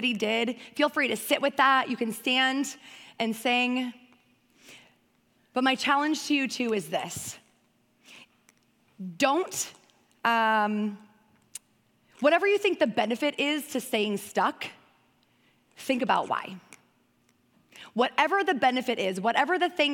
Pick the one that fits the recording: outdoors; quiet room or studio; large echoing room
large echoing room